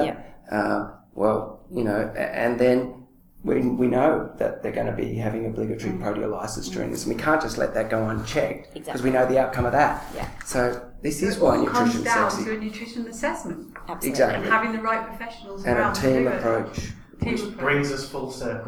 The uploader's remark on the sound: I was fortunate to be able to have a good chat at the ICS State of the Art 2016 conference